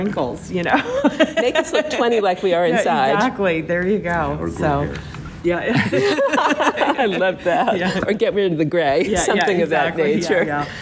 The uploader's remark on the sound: We had the opportunity to record onsite during the conference